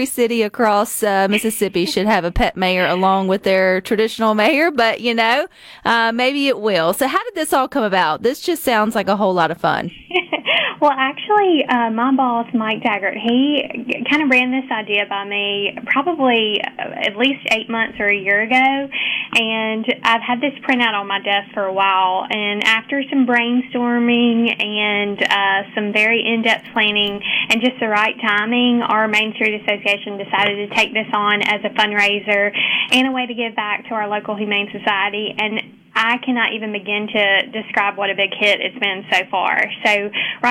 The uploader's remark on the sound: joins the conversation by phone from Starkvegas